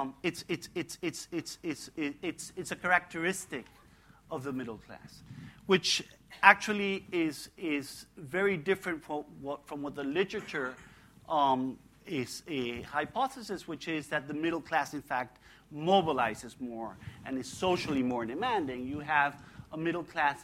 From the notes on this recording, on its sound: Gives a talk for the second plenary of the The Emerging Middle Class in Latin America: Causes, Challenges and Opportunities Conference.